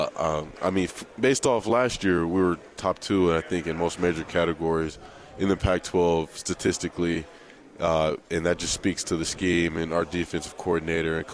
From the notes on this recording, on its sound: LIVE from Pac-12 Media Day in Los Angeles, CA.